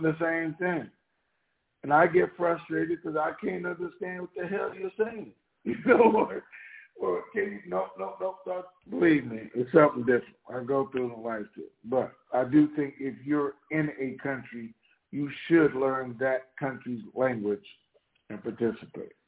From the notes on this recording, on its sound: TNTSuperfantastic Conference Call